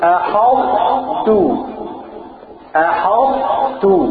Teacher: طرف اللسان جه هنا، يبقى طرف اللسان مع أصول الثنايا العليا · Term: ادغام متجانسين